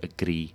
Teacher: very short, little, it's like you trill once. · Term: tap r